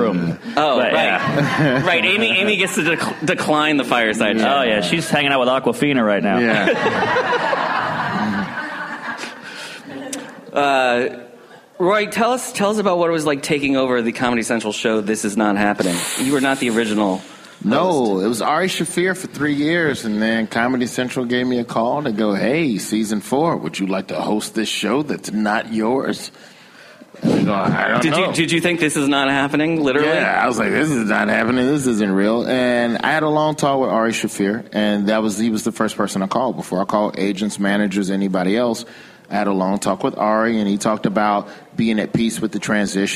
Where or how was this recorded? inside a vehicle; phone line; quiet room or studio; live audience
live audience